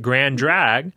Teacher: if you don't pause for your glottal stop, you kind of drag those two words together and make a grand drag